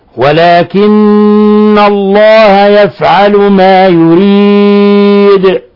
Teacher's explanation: ولاحظوا قلقلة الدال لأن وقفنا عليها بالسكون وهي من حروف القلقلة